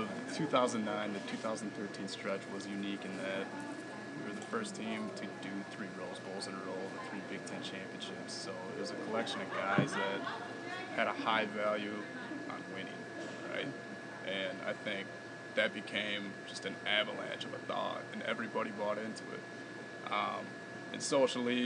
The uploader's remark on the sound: at the Red Smith Banquet up in Appleton